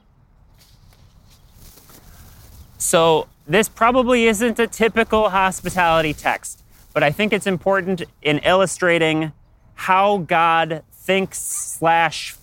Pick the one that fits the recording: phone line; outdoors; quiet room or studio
outdoors